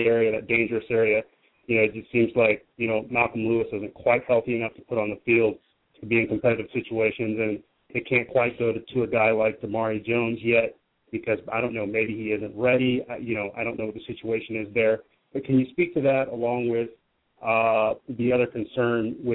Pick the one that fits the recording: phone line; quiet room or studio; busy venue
phone line